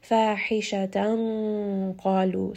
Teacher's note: So now you can hear that ikhfa has also become heavy. And I'm going to hide that letter of noon sakin within the makhraj of the letter qaf.